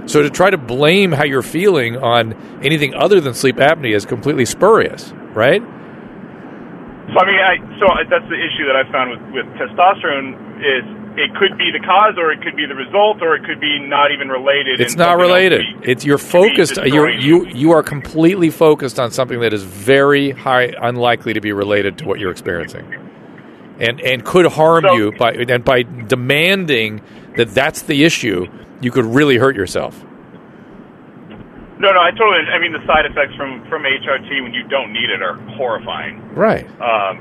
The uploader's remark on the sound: turns to the phones and speaks to callers